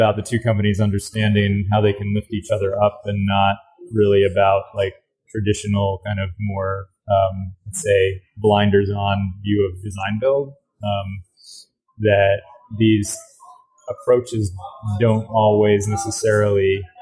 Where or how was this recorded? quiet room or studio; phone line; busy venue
busy venue